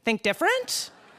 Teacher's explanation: you're going to go up on the end · Term: uptalk